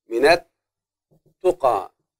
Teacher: نطقنا النون مع التاء المشددة، هذه اللام الشمسية غير منطوقة